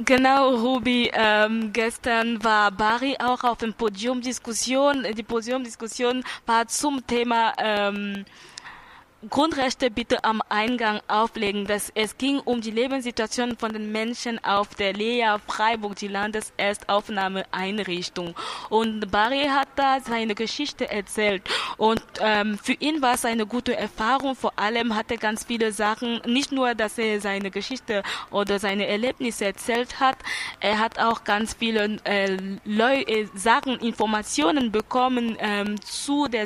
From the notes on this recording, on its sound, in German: Our Voice live vom Kartoffelmarkt! Live von den Containern haben wir auch mit Besuchern und Besucherinnen gesprochen.